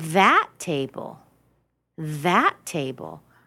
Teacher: I stress the word that because not this one over here or not the one next to you.